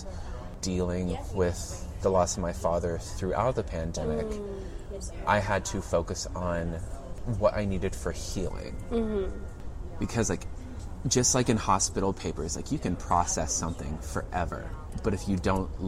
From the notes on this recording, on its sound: Recorded at Campesino Coffeehouse, Houston.